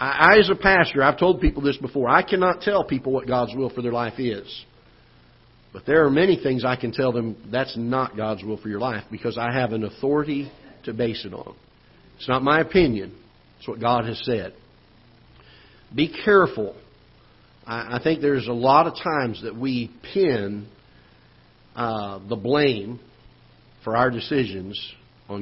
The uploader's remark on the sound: Ketha Heights Baptist Church ~ Live Broadcast